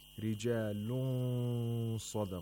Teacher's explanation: We approximate the place of articulation of صَد، and at the same time we make a nasal sound for two vowel counts. · we have to make a nasal sound for two vowel counts. All of these stages take place at once, all at once, simultaneously. · Term: Ikhfa